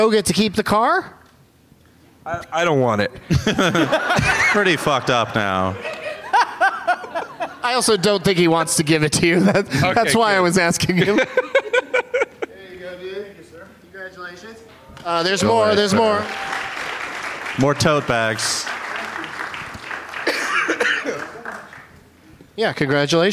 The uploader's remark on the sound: Live from the Old Town Playhouse as part of the Traverse City Film Festival